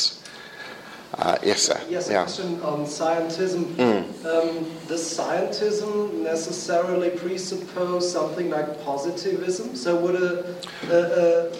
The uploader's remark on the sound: Lecture delivered at the 2015 Euroepan Leadership Forum in Wisla, Poland.